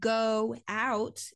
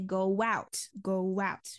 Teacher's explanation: there's actually a slight w sound that is between the two vowels · Shown in: second take · So instead of saying go out, we say go out, right?